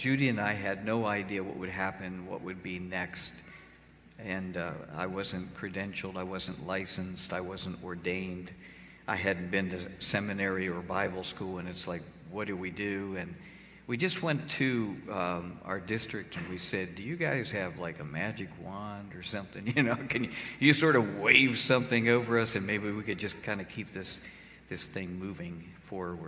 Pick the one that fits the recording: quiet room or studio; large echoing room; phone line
large echoing room